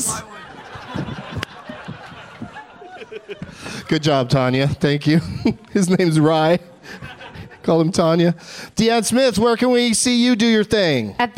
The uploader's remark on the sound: Live from the Just For Laughs Fest in Montreal